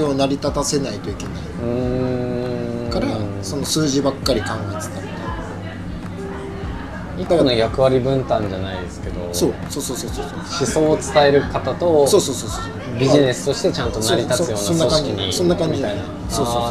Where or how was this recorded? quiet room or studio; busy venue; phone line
busy venue